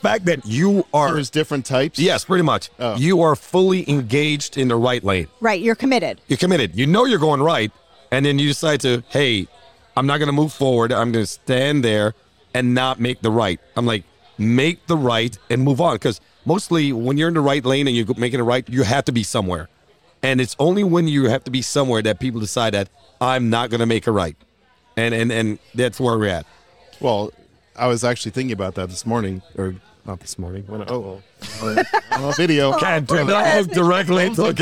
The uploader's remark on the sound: Recorded at American Social Las Olas